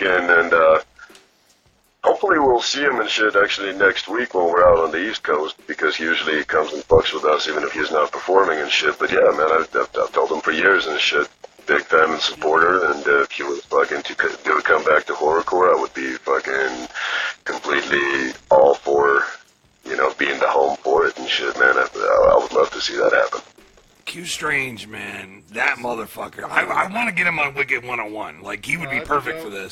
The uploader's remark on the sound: calls